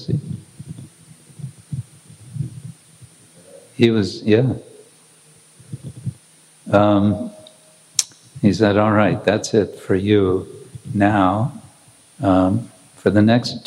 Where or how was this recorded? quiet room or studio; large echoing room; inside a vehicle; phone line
large echoing room